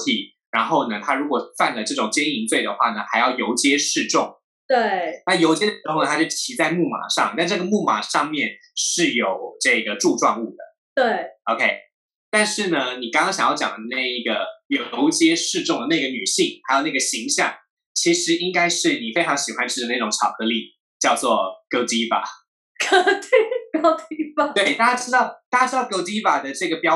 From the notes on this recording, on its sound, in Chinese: 本集採遠距錄音，因網路問題，時有斷訊、音訊不良或是雜音狀況產生